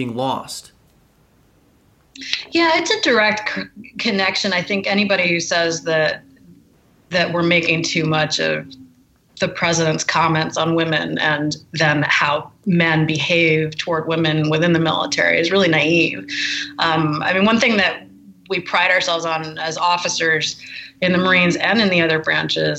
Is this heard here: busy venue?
no